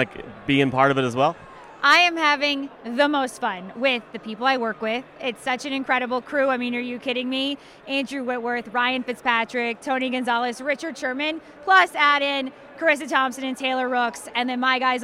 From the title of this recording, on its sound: SB Opening Night Special from Allegiant Stadium